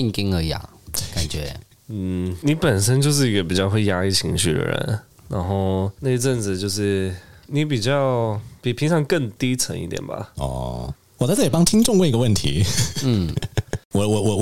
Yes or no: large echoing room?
no